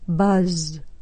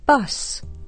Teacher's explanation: You should feel a vibration on the z sound. This is a voiced sound. · Shown in: first take · You shouldn't feel a vibration on that last s because the sound is unvoiced.